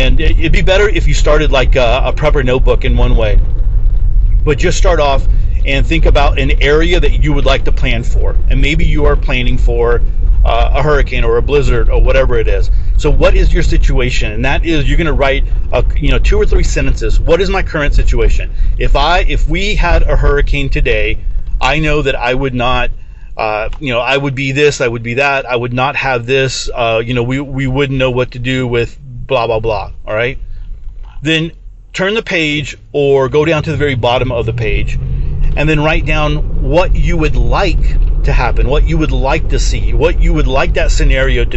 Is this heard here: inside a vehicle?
yes